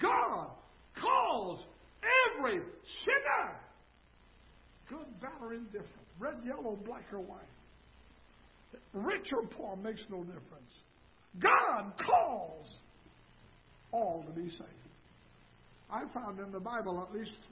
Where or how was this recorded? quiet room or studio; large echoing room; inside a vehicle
large echoing room